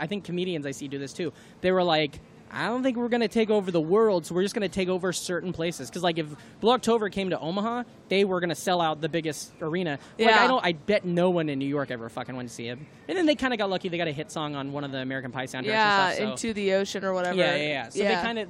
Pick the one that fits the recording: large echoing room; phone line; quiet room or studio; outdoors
outdoors